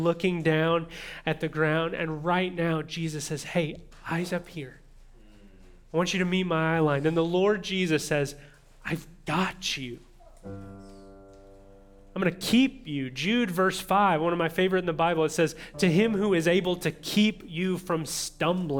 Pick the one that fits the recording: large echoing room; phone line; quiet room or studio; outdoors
large echoing room